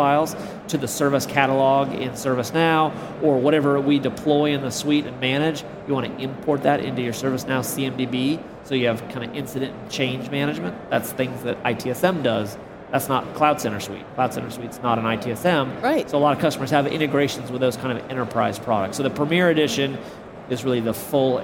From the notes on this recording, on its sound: Recorded on the exhibitor floor of Cisco Live Barcelona